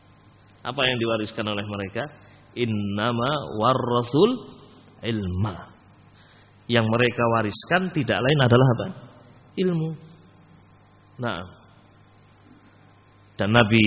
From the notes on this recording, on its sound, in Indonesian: Rec Audio Rekaman Tausiyah ba'da shubuh. Dari Masjid Ibnu Taimiyyah Sanggrahan, Grogol , Sukoharjo. File Audio 32kbps.